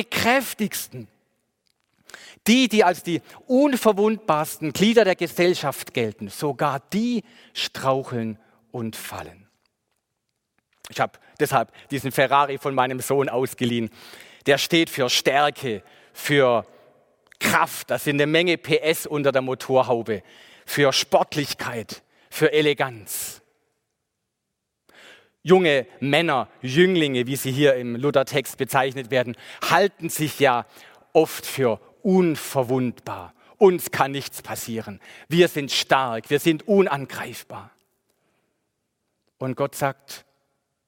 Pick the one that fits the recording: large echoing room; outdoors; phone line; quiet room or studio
large echoing room